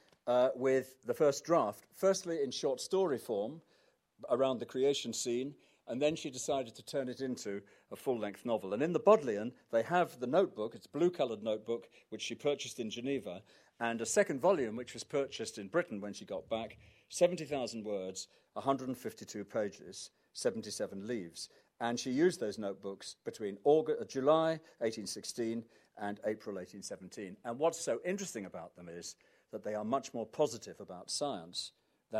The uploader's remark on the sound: Recorded at the Science Museum